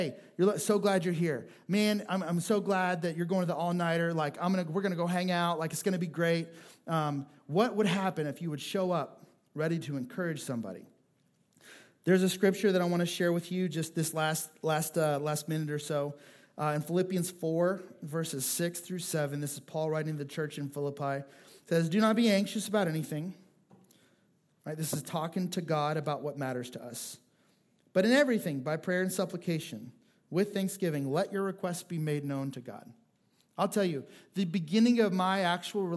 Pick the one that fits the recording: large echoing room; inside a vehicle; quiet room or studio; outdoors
large echoing room